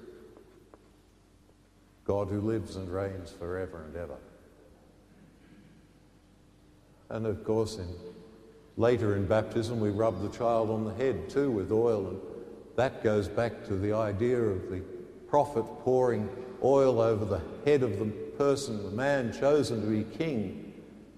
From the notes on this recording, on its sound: The homily from Sacred Heart Cathedral, Hamilton.